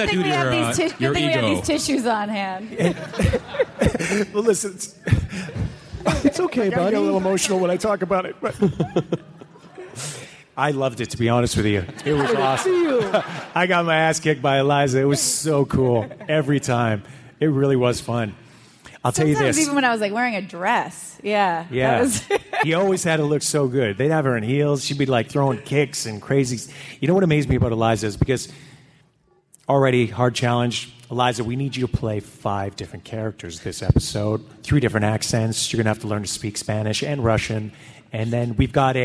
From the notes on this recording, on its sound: Was recorded at the nerdtastical C2E2 in Chicago. PILES of thanks to ReedPop for allowing us to record and share this with the masses!!!